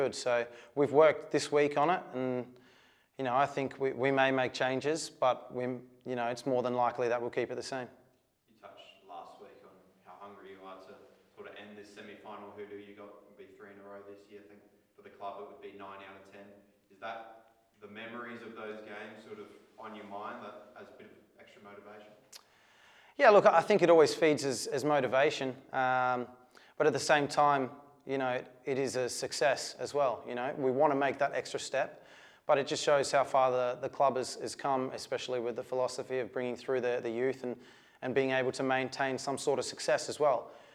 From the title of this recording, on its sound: press conference